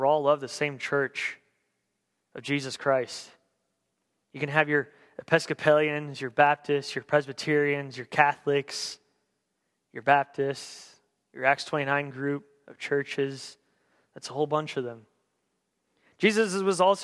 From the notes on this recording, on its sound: On December 27th, 2015 at The Well an Acts 29 &amp; Converge Heartland Church in Hastings, NE. At The Well an Acts 29 & Converge Heartland Church in Hastings, NE.